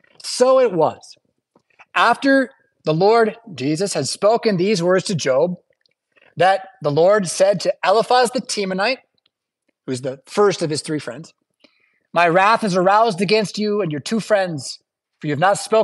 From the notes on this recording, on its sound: Preached at St Paul Lutheran Church , Rockford, Illinois on January 14th, 2023.